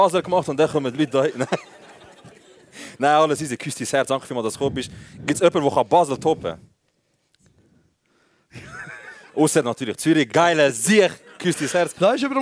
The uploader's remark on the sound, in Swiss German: K&B Live - Exil. Die ersti hälfti vo de Live Show im Exil.